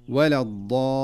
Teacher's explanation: فالضاد هنا ينبغي أن تؤدى ضادا صحيحة من مخرجها المعروف دون أن تميل إلى الظاء